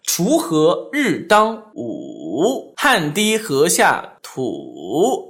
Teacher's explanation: 所以我们看第三声是先下再上的啊，所以下来的时候它容易带气泡音